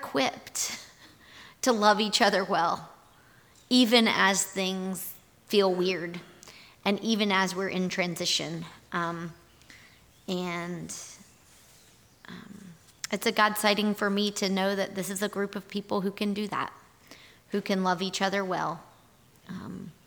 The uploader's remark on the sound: Our audio recording from this morning&#8217;s worship service. Here is our audio recording from this morning’s worship service.